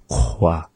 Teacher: this is the same sound as ka. It's just that we round out the mouth, we get this kwa to it.